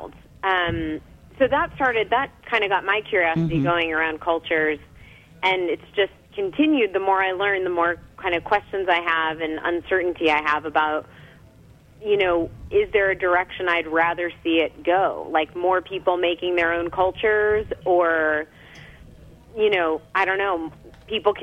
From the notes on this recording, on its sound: phones in to chat